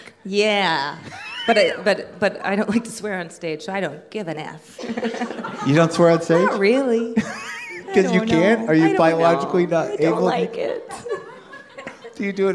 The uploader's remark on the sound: Live From the LA Podfest